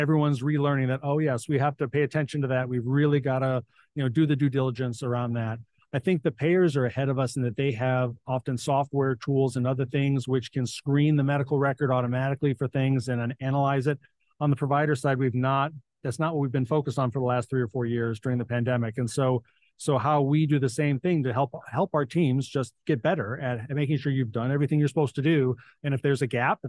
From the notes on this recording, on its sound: Recorded live at the 11th Annual Becker’s Healthcare CEO + CFO Roundtable